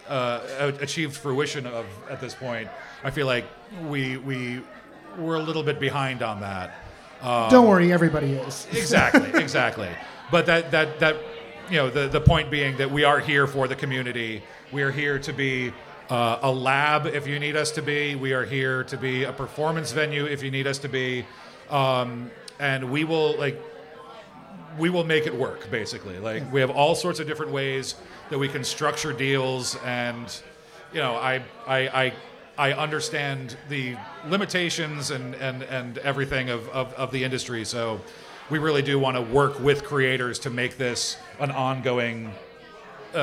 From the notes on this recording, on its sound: This episode was recorded LIVE at The Roguelike Tavern in Burbank. Special thanks to Black Ax Media for capturing video of the recording.